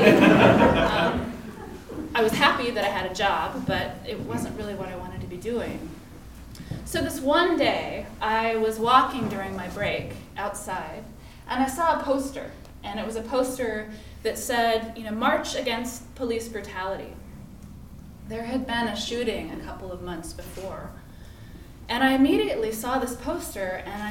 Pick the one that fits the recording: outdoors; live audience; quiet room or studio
live audience